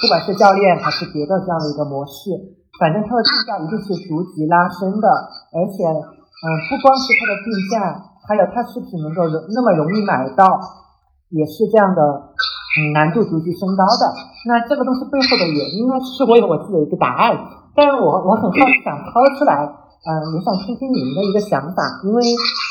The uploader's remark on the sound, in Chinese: 音频前4min的杂音实在是无能为力啦。